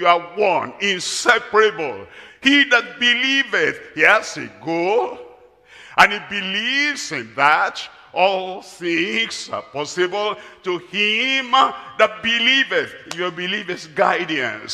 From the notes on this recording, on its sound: Live at Ogbomosho, Nigeria.